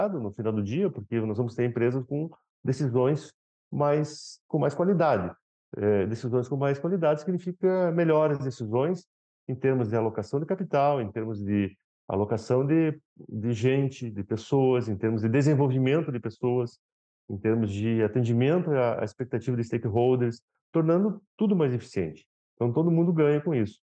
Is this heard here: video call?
yes